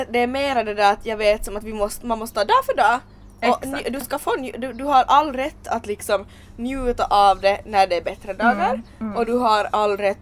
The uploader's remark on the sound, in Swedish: Vi ber om ursäkt för allt smaskande. Pratar precis som vi sku göra med eller utan micken emellan oss. Pool under inspelningen eftersom det är otroligt varmt.